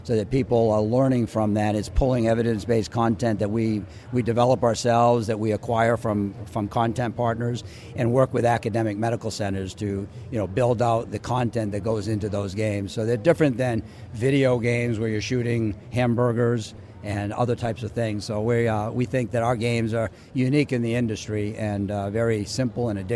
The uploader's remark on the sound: LIVE From #HIMSS17